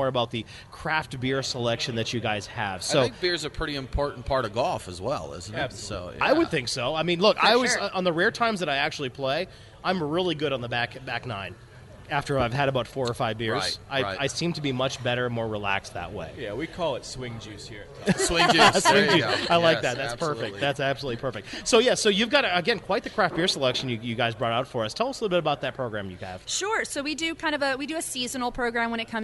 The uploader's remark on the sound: Live from TopGolf.